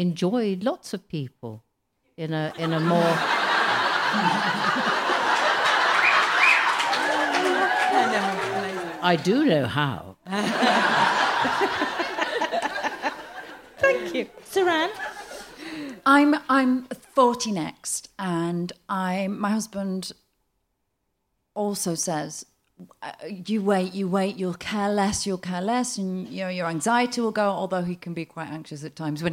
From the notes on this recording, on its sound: Recorded at Leicester Square Theatre on December 14, 2017.